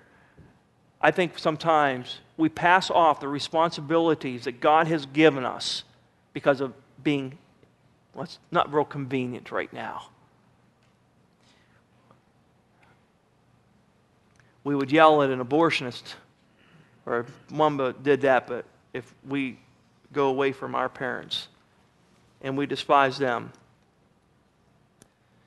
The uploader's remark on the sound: At Northside Baptist Church of Elkhart, Indiana.